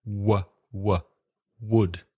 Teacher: Wood is just the mouth, wood, with no vibration in the throat, w, wood.